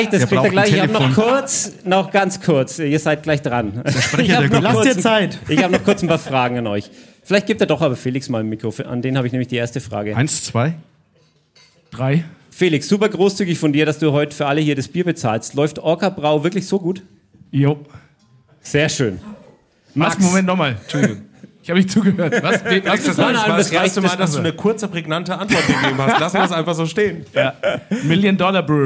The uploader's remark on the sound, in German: Special LIVE Podcast im Afterwork. Das Ganze mit Bier und Mikro in der Hand. Anderes Setting, zu später Stunde und vor Publikum.